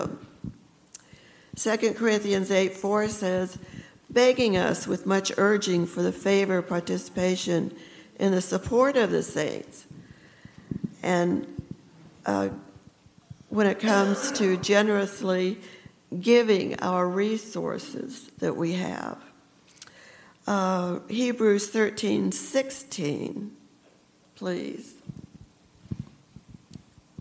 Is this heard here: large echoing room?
yes